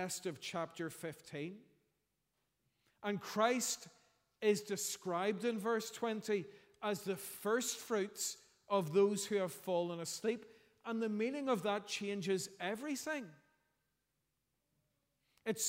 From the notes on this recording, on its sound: preached at our Easter Sunday evening service